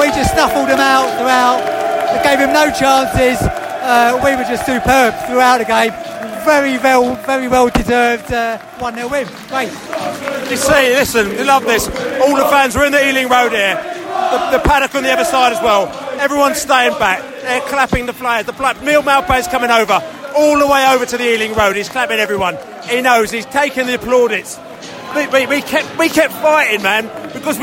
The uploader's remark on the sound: post-match podcast from the pub